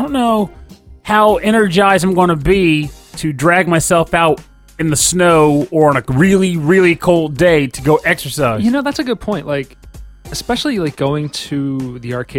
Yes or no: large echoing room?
no